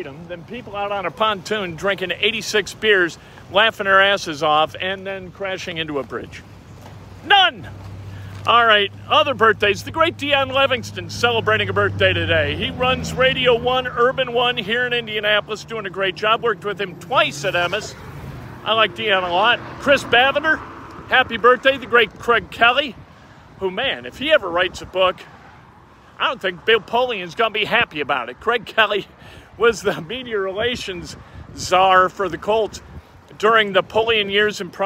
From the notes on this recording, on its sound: As happens when we go live from Geist Reservoir - people shout out and cause a ruckus